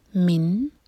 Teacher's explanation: نون پر سکون، نون پر اظہار، یعنی کہ نون کی آواز کو کلیئر پڑھیں گے، نہ ہی ہولڈ کریں گے اور نہ ہی چھپائیں گے.